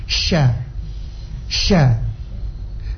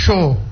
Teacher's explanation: Jadi saat kita membaca sya, lebarkan itu bibir. · Shown in: first take